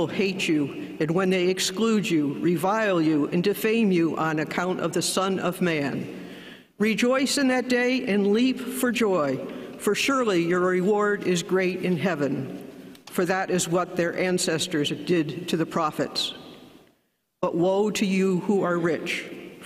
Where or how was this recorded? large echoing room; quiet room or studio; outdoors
large echoing room